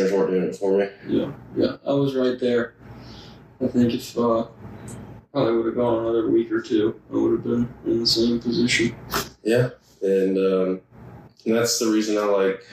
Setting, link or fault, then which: fault, poor microphone